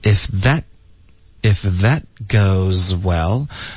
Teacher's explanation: that 的 t 我们得省略 if that goes wellgoes 跟 well 呢这两个音 z 和 w 要连着发气流要一致，听一下